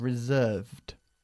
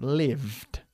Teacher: some more regular verbs that end in a soft consonant sound, okay? In this case, the ED is more like a D